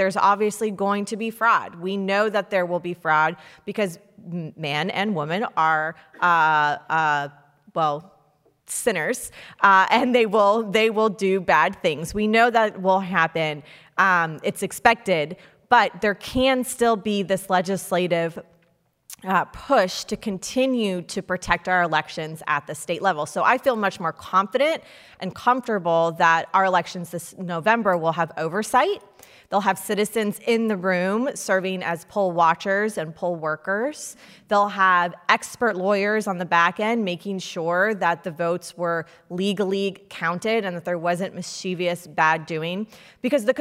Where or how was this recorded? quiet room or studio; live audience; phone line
live audience